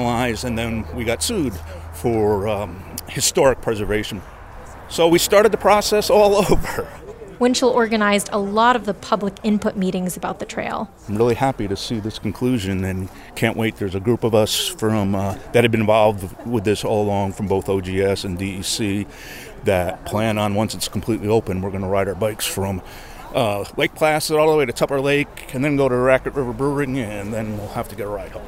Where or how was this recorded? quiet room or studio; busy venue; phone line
busy venue